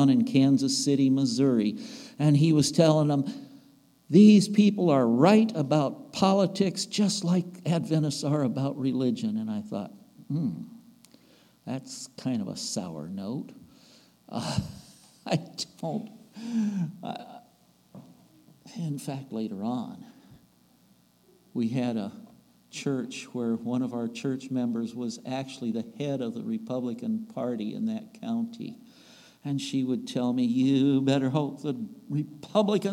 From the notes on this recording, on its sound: At the Ringgold Seventh-day Adventist Church.